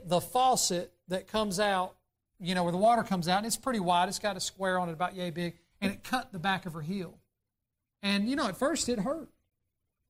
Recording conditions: large echoing room